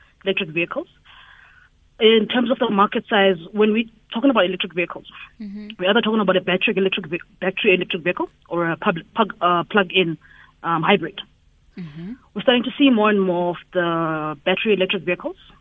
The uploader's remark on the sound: GUEST (phone)